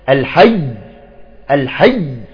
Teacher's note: إذا حرف مشدد نقف عليه نعطيه نبر